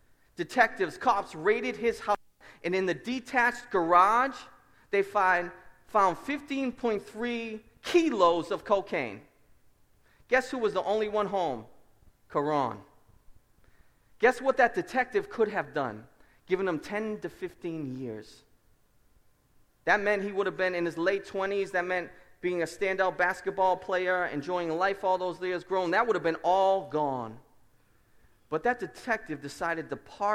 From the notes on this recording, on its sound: Preached at Restoration Road Church on August 13, 2017 at a joint service with our sending church Seven Mile Road.